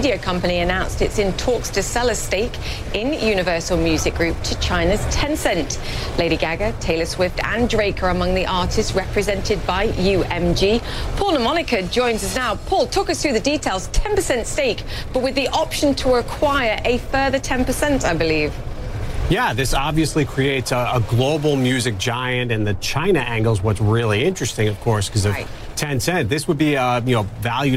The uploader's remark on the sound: live from the New York Stock Exchange